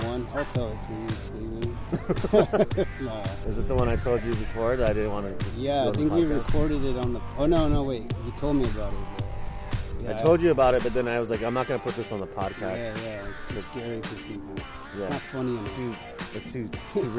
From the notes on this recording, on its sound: we recorded ths episodeat the park